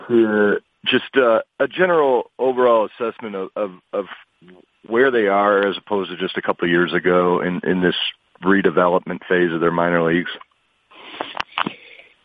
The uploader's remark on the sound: Conference Call